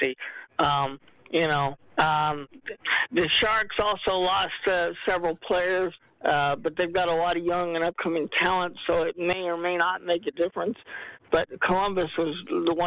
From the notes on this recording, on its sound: The Sports Lounge Live where we discuss all things sports and take your live calls.